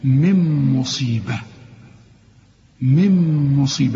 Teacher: بعدها ميم أنا عايز أقولك كأنها غير موجودة ها عايز أريحك اشبك لي الميم مع الميم لأنها إدغام كامل بغنة